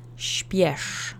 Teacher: It's all one syllable, and you're going to have a bit of a challenge saying it because it starts with the sh and ends with the sh phoneme.